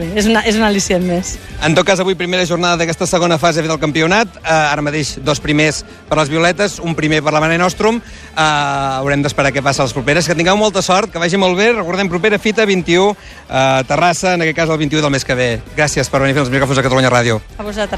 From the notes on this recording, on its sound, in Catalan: Aquest diumenge serem en directe des del Pla de la Catedral per viure en directe com comença la fase final del campionat de sardana esportiva.